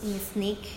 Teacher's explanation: the nasal sound is devoiced